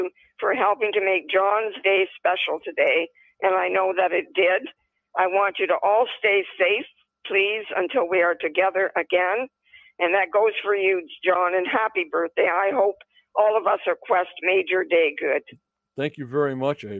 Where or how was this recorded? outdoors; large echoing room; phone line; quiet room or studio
phone line